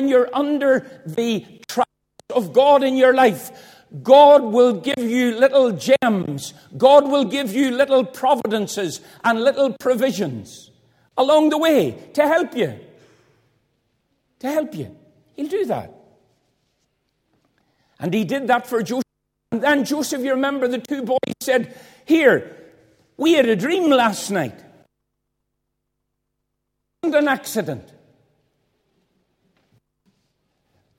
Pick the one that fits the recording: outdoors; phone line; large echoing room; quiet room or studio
large echoing room